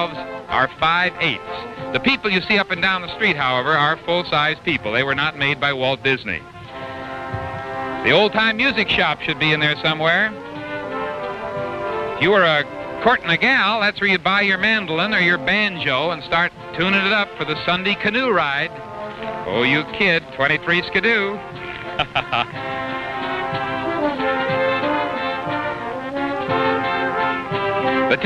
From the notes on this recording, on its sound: We’ll be kicking off a series of clips from Disneyland’s opening day! Also, you are sure to enjoy some audio from the new Paint the Night Parade and Disneyland Forever fireworks display!